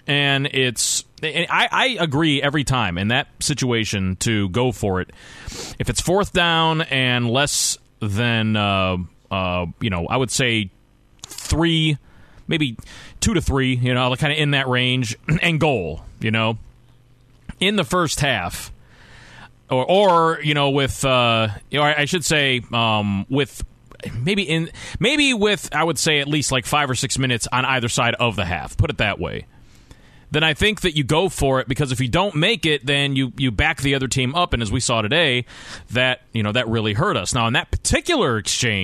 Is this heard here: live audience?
no